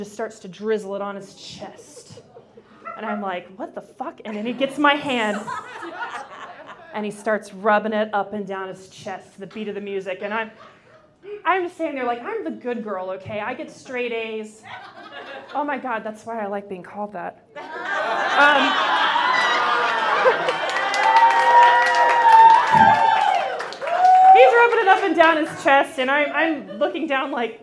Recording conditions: live audience